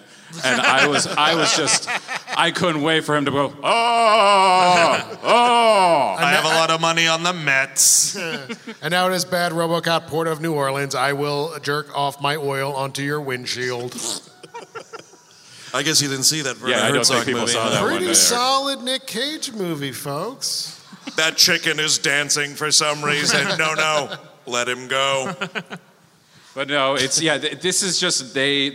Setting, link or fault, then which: setting, live audience